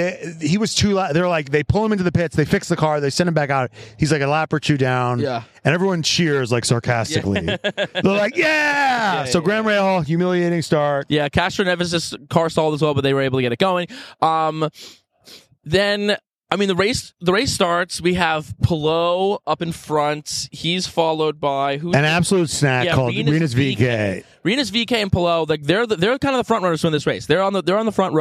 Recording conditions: busy venue